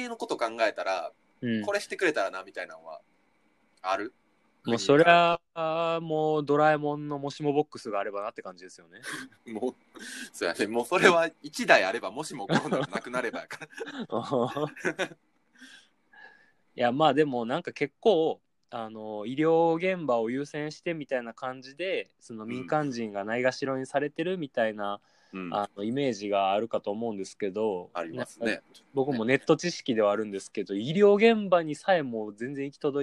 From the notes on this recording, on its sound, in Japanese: 収録場所が番組名になってるにもかかわらず、今回から暫くはリモート収録でお送りさせて頂きます！